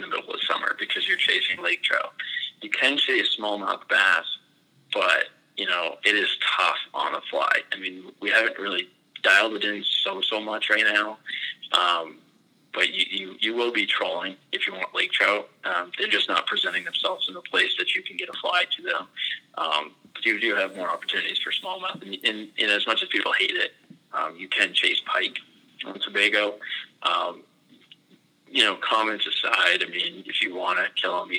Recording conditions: phone line